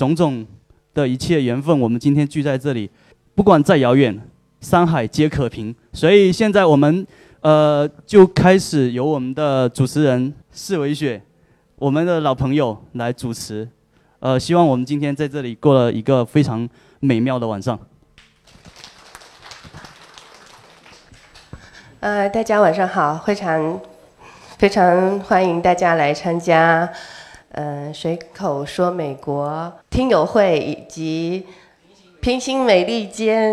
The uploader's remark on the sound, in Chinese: 厦门听友会现场